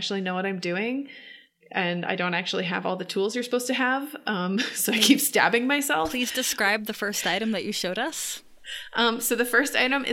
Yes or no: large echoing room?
no